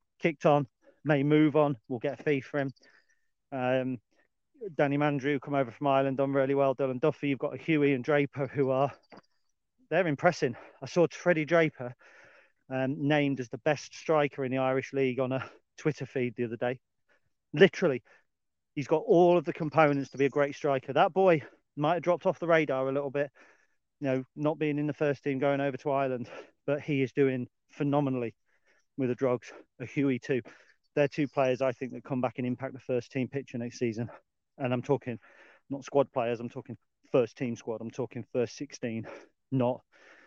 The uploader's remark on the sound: This was recorded as a live feed, on location in the Lincolnshire Wolds, and as such, you may hear birds singing, and some lower audio quality than normal.